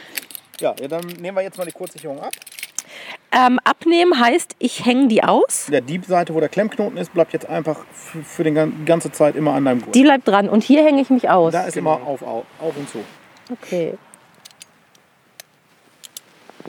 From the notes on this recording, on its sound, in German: auf einer 20 Meter hohen Eiche